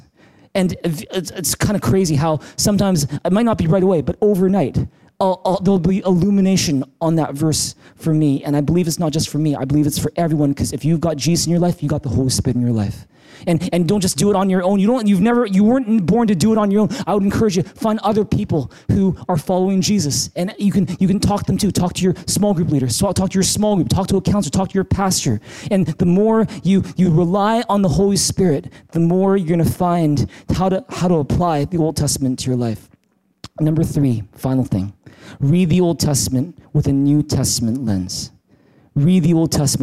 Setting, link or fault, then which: setting, large echoing room